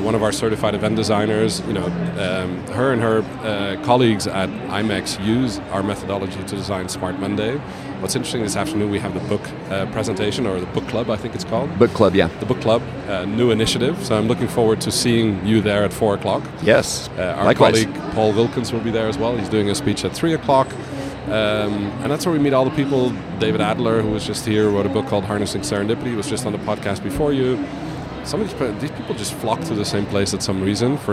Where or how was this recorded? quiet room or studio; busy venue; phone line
busy venue